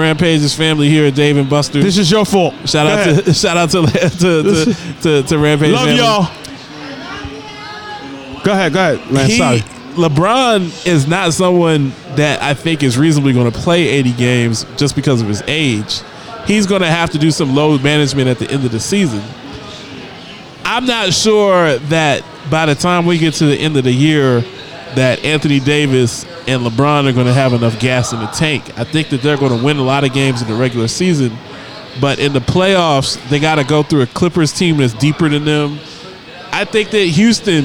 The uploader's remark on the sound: Live from Dave & Buster's